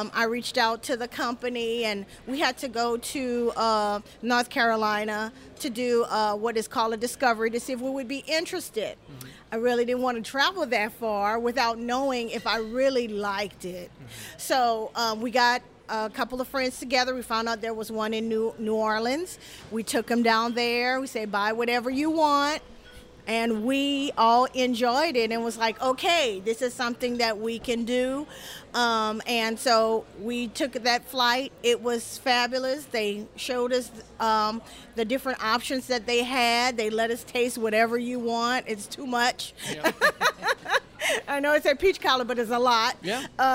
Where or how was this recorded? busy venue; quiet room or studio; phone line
busy venue